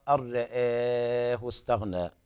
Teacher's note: أرآه فيها التقليل بالنسبة لورش